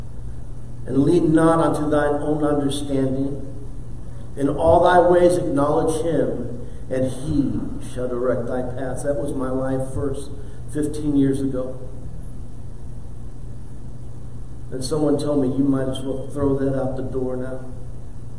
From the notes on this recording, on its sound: preached for the first time in church